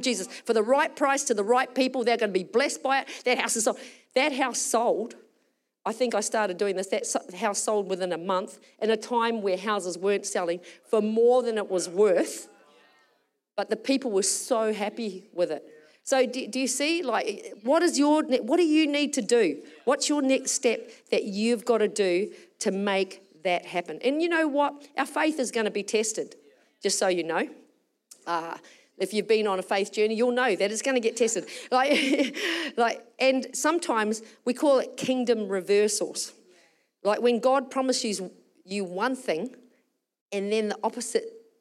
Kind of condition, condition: setting, large echoing room